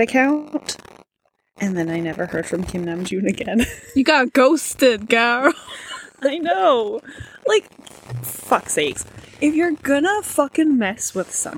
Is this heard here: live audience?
no